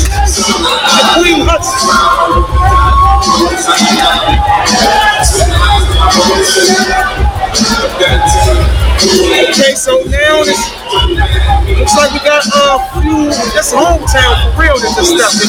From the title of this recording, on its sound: LIVE AT JETER PROMOTIONS (LIVE ! PRO BOXING AT MARYLAND LIVE HOTEL AND CASINO)